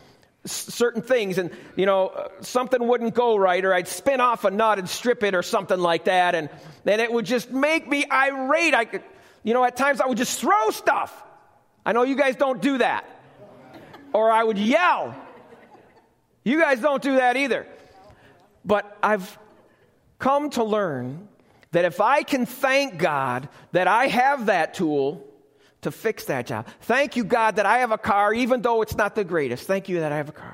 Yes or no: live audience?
yes